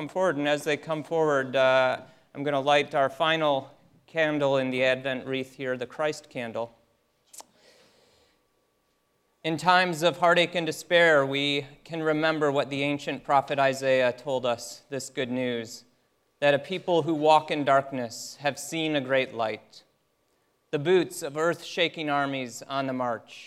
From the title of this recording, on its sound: Christmas Eve Service (Audio)